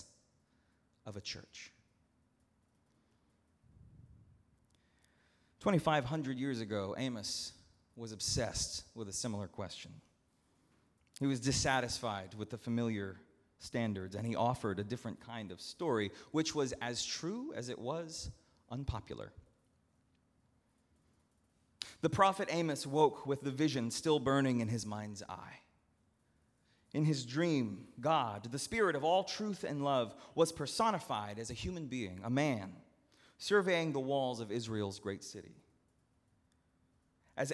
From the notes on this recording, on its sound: at Northminster Church on July 21, 2019